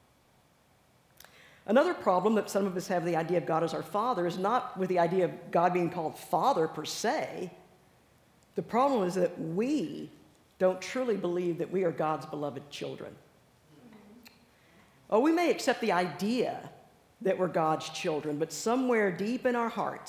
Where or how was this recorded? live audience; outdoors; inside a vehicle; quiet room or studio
live audience